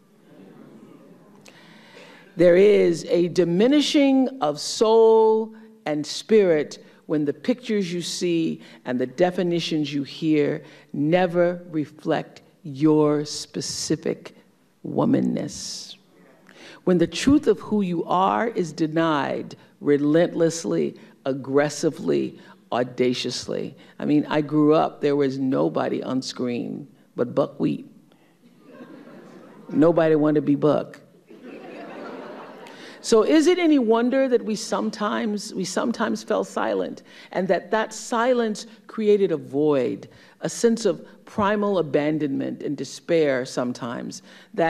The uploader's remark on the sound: keynote speech at women's empowerment summit